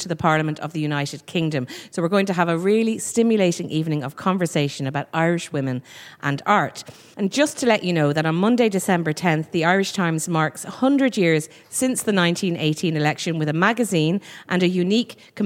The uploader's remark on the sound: The Women’s Podcast at The National Gallery